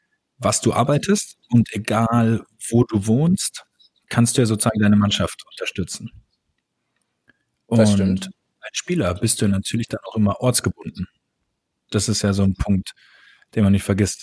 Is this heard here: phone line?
no